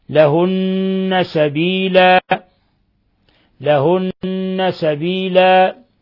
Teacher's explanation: حال الوقف على التنوين تقلب ألفا، ولا نبالغ في مدها أكثر من حركتين · Term: مد عوض